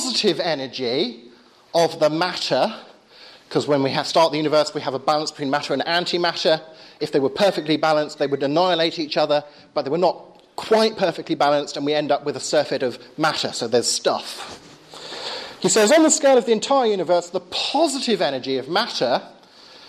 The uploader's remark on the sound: Lecture with Q&A at Exeter School (June 13th 2011).